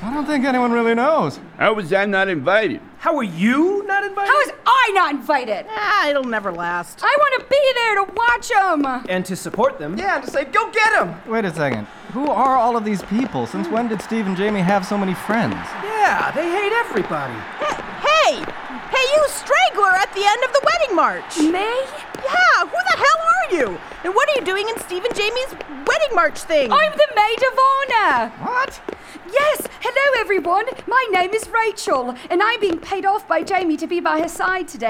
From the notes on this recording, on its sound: Recorded on May 30th, 2017 in The Underground theater in Duluth.